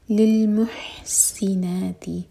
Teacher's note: حا حلق سے، منہ نہیں کہنا